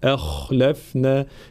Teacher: في قوله تعالى قالوا ما أخلفنا موعدك بملكنا، طبعا كلمة أخلفنا الخاء حرف مفخم، يبان تفخيم الحروف مفخم حتى ولو كانت ساكنة، فلا نقول أخلفنا، أخلفنا، لا، أ خاء ترقيق الهمزة وتفخيم الخاء